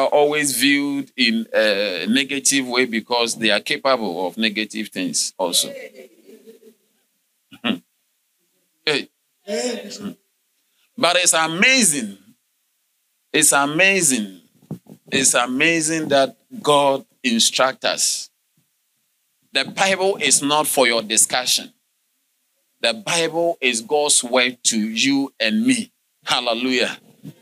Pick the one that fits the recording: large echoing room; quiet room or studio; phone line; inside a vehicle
large echoing room